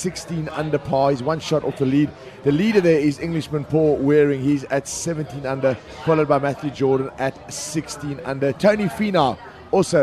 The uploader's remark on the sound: From our spiritual home Barasti